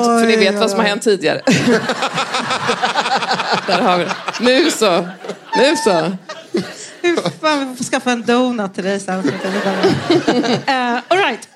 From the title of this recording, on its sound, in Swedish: Live på Scala